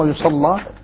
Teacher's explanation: ورش من بينهم يغلظ اللام كما هو معلوم ويصلى نعم أو إذا قلل يرقق الراء نعم.